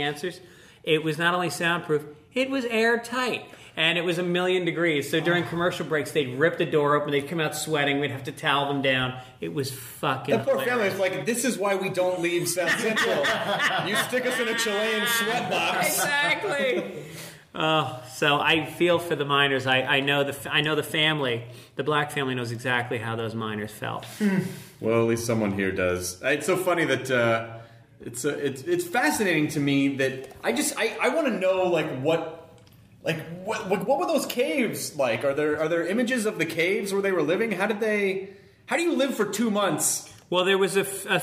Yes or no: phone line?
no